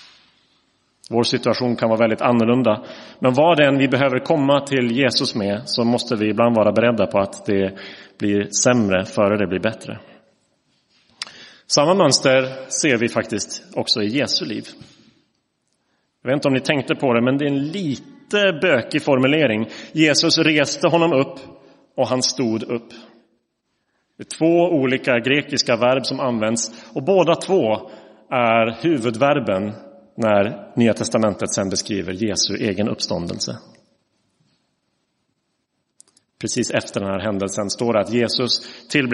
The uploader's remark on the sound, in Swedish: Inspelad i Roseniuskyrkan den 12 mars 2023.